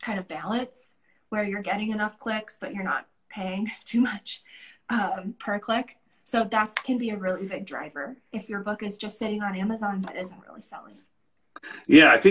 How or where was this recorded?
video call